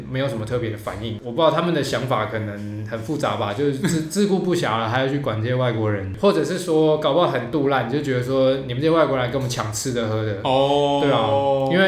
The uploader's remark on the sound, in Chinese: 本集白噪音指數：0/5。錄音地點：某某咖啡 - MOMO Coffee Bistro。